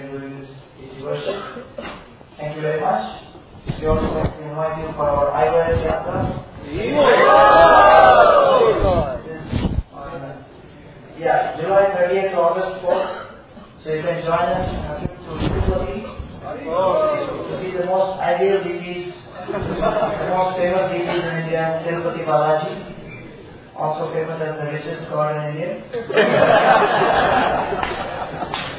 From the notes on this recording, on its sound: A talk given at the youth festival Prerana in May 2011